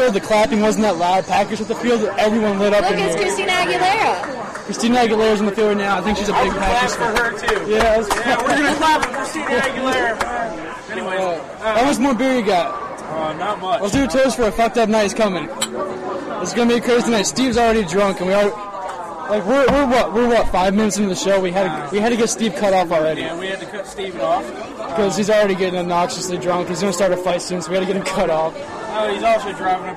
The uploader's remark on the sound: Super Bowl Show LIVE from Glory Days in Ranson! Apologies for the audio, we're in a bar during the Super Bowl, with a shit load of people, haha.